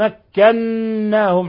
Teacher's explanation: مكناهم حرف غنة مشدد يغن مقدار حركتين